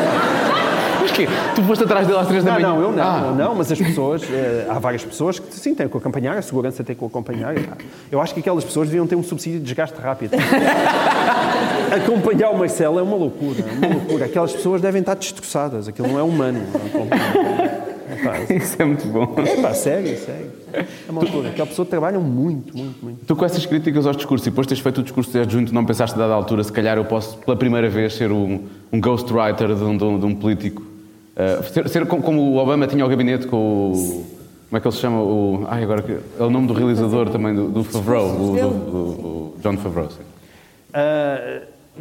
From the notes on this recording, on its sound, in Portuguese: A nossa estreia ao vivo